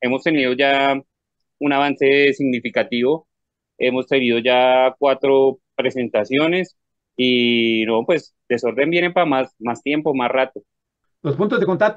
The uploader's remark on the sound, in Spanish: Charlamos vía zoom